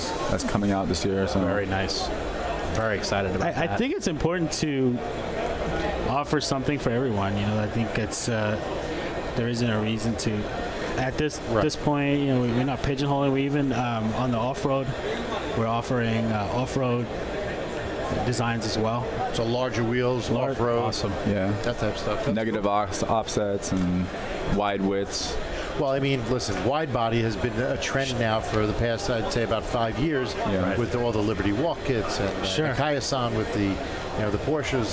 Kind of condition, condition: setting, busy venue